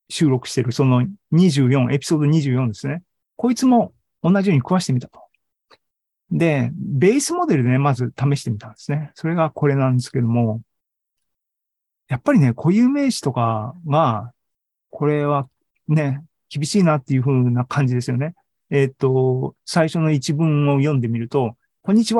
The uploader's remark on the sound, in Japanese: ２０２２年１０月２６日に開催した ZOOMライブの模様です